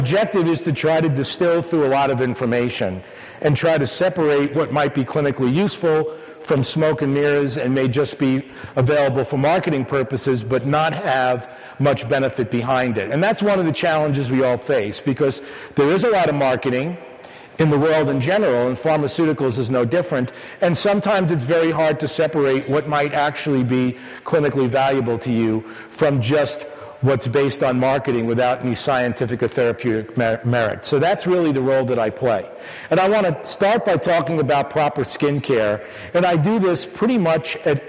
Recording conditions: live audience